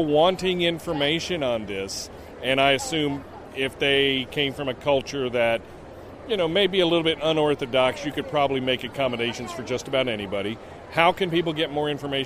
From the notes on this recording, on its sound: interviews from the show floor